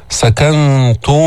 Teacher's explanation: ضمينا التاء المضمومة بدون تفخيم مع الترقيق · Term: تاء مستفلة